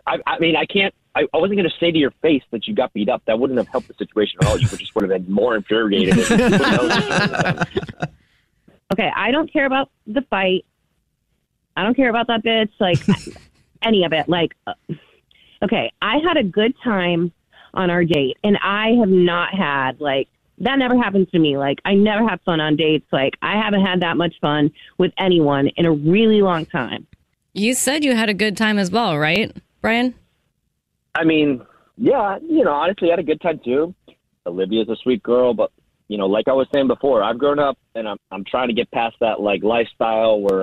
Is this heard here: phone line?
yes